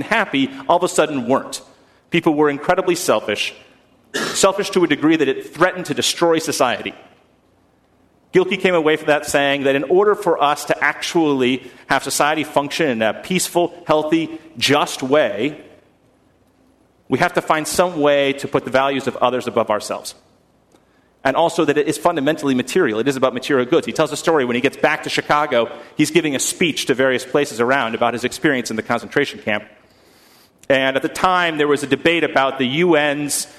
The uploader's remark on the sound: at First Congregational Church of Houston